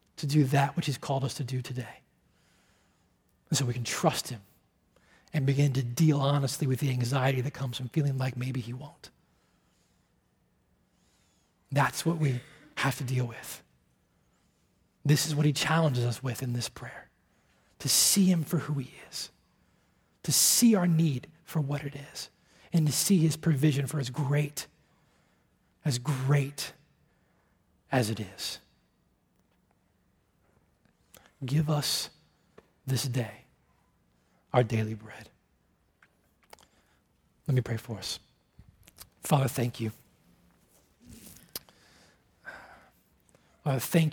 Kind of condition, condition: setting, large echoing room